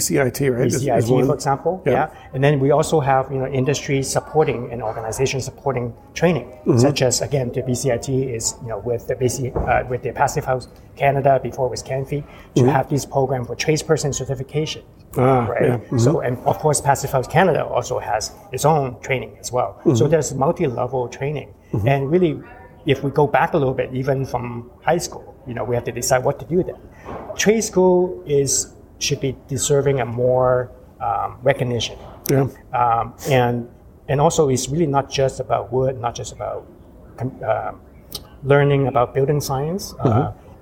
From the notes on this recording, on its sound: special bonus episode recorded at the Passive House Canada Conference